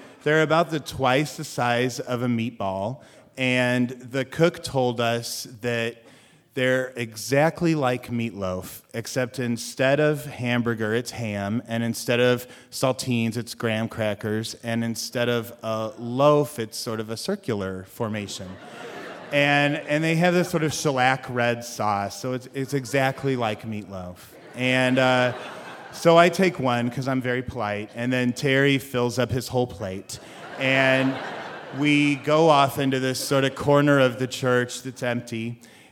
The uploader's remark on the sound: Live in Iowa City